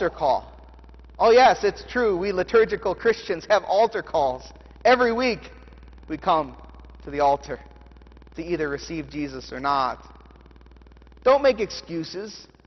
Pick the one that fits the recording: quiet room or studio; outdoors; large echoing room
large echoing room